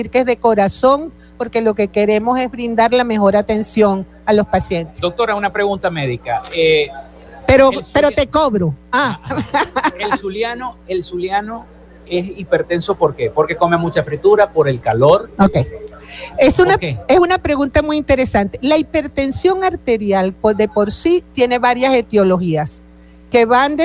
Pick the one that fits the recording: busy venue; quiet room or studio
busy venue